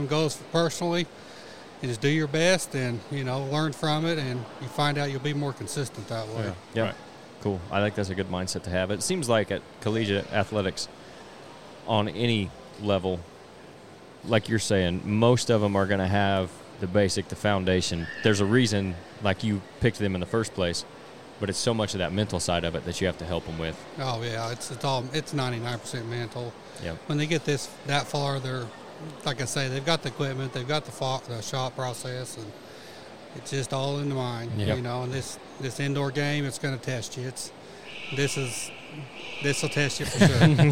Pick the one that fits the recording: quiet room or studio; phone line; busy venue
busy venue